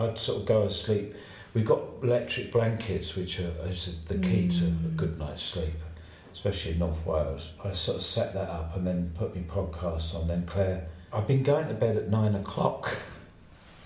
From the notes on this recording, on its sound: This episode was recorded back stage at the Barbican at a show we were both playing that night. You may hear the echo of the room and musicians bobbing past now and again.